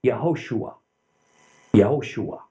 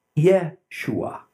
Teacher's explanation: that middle O added effectively adds another syllable to his name · Shown in: first take · but we've contracted it to Yeshua.